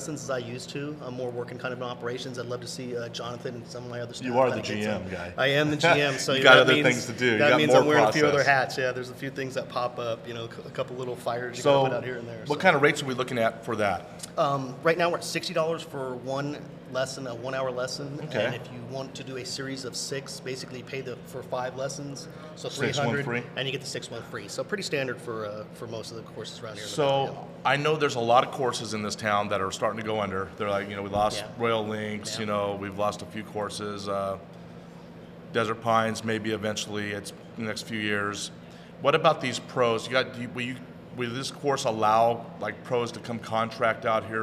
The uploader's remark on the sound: Recorded at Golf Club at Sunrise